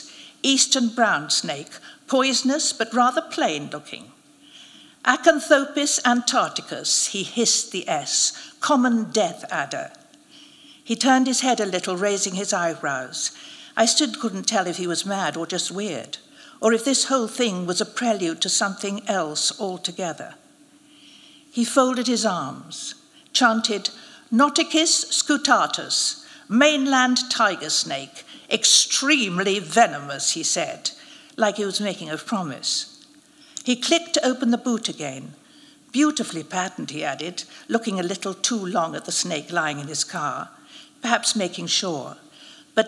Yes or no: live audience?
yes